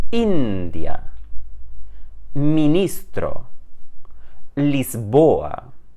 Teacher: Reparem como não há nasalização.